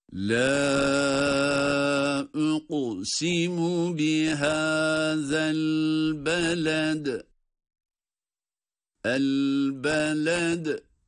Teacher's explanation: elbeled kelimesinde de dal harfi kalkale ile okunmakta.